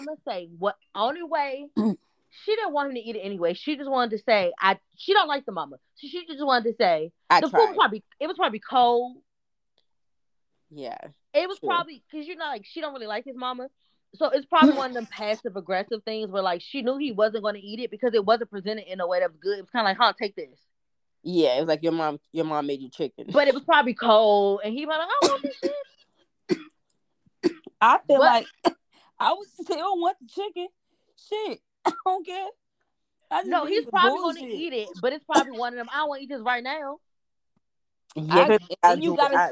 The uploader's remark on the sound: Audio issues arose